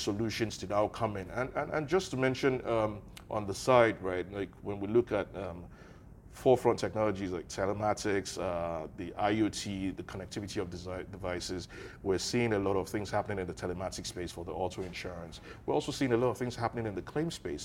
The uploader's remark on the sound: Live From QIC's MENA Insurtech Summit